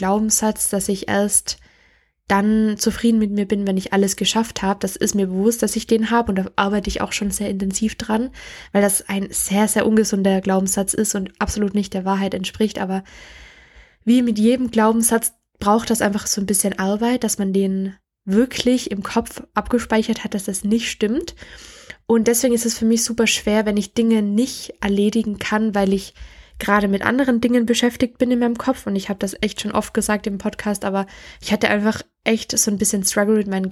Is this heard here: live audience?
no